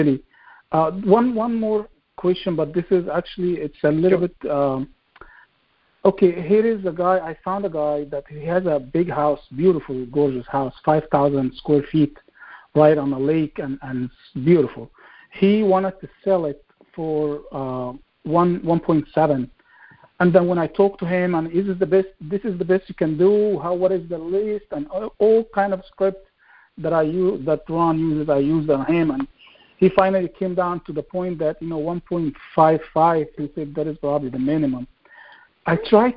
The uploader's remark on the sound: Gold Club Q&A Call